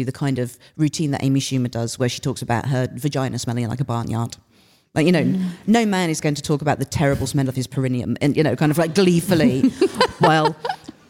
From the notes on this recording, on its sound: live episode - recorded from Kings Place for the 2023 London Podcast Festival